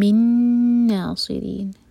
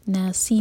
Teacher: من ادغام غنہ کے ساتھ اور اس کے بعد صاد heavy · Shown in: first take